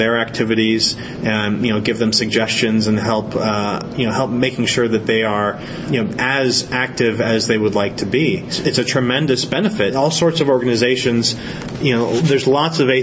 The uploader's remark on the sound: at Skepticon 2012